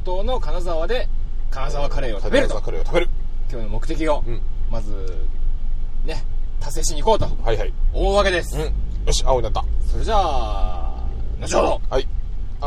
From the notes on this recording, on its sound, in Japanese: GO!金沢24時間耐久ロケ 編。収録はすべて「チリチリモービル内」しかも「走行中のみ」となっております…。